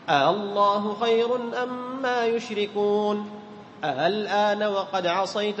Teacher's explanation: مثل كلمة إيش أعجمي، تسهيل بينها وبين الألف، تنطق بالهمزة بينها وبين الألف، هذا معنى التسهيل